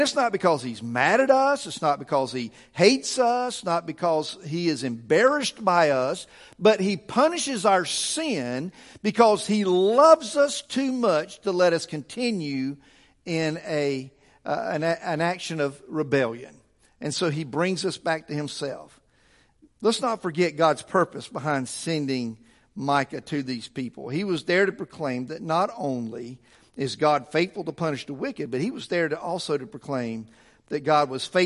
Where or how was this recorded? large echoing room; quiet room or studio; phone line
large echoing room